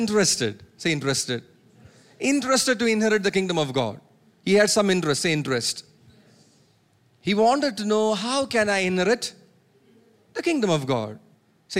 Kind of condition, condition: setting, large echoing room